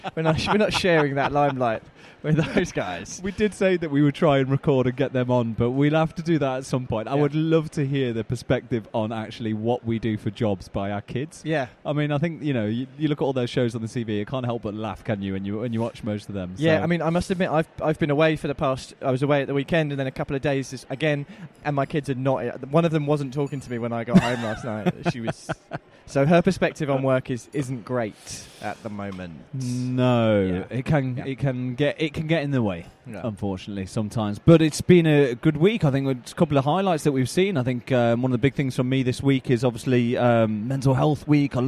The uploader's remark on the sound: Live from event night with the Stroke Association